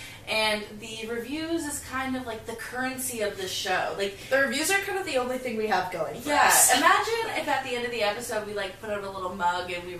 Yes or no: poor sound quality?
yes